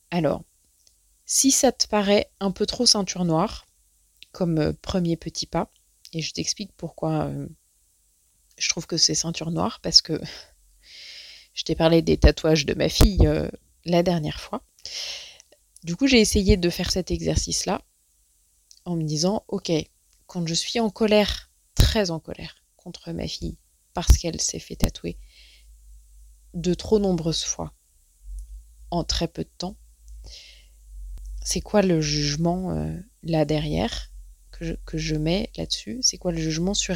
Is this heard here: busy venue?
no